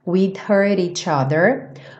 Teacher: O T reduzido para rarara